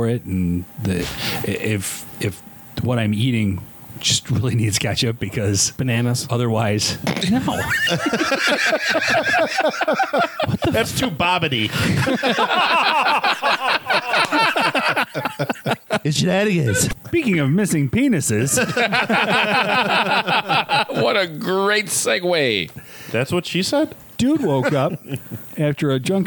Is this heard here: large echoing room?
no